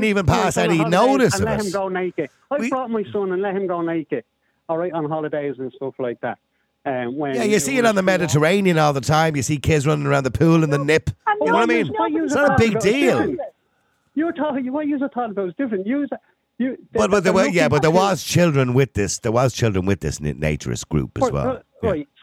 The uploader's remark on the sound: Opens the phone lines, inviting callers to share their opinions on the matter.